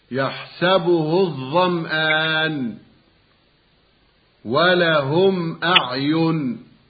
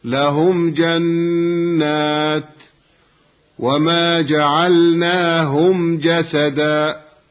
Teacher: الحكم الثالث للميم الساكنة الإظهار الشفوي، وهو أن يقع بعد الميم الساكنة أي حرف من حروف الهجاء عدا الميم والباء، فالباقي من حروف الهجاء بعد إسقاط الميم والباء 26 حرفا، إذا وقع أي حرف منها بعد الميم الساكنة وجب إظهار الميم الساكنة، ولا يجوز إخفاؤها ولا إدغامها، بل يجب إظهارها وجوبا من غير غنة اتفاقا